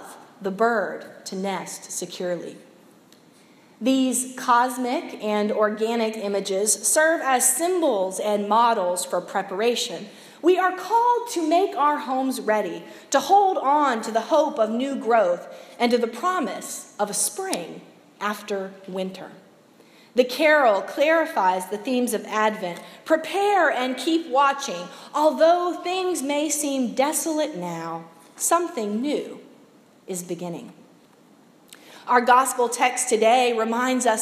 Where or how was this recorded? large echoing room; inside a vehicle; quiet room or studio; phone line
large echoing room